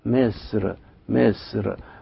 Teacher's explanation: الصاد تنطق مخففة إلى درجة تقترب بها من السين، يعني لو سمعنا الإيراني وهو ينطق كلمة مصر ما هنلاقيش الصاد طالعة بهذه الصورة، إنما بيقول عليها مصر مصر، فكأن الصاد بتبقى قريبة في النطق من حرف السين.